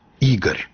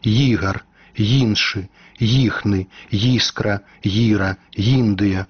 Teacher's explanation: Так, перад галосным гукам «і», калі ён пад націскам, у нас развіваецца прыстаўны «й» альбо «йот». · Shown in: second take · Term: мяккі старт